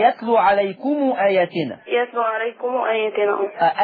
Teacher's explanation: طالما ان جه وراها همزه قطع يبقى لازم اعمل لها احط ضمه على الميم · Term: صلة الميم